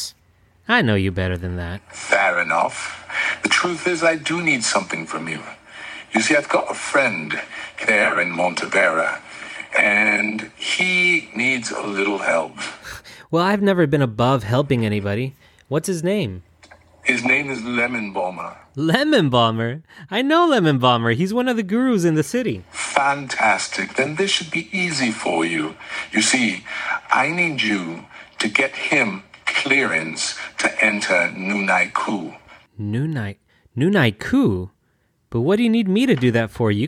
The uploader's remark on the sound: Intercepted Phone Call